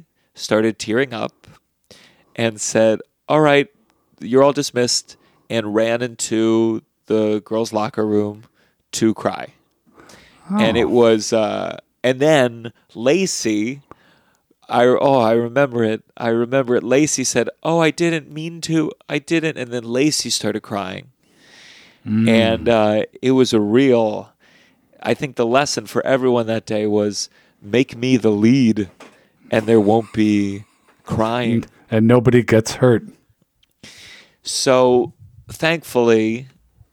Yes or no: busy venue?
no